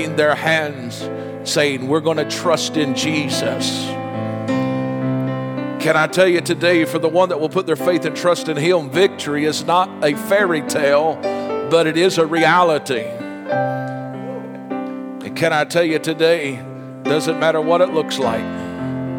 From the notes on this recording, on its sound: This message was recorded LIVE Sunday Morning.